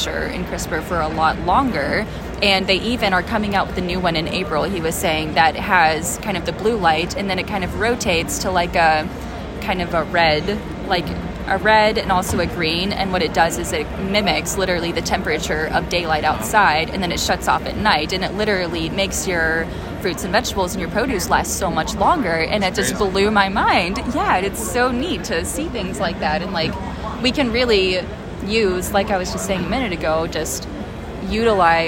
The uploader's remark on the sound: Live from IBS/KBIS 2022